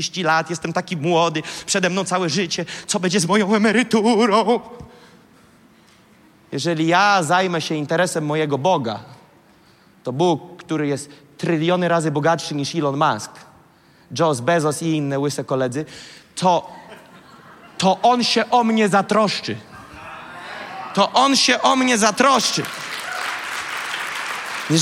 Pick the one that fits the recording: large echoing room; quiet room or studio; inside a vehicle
large echoing room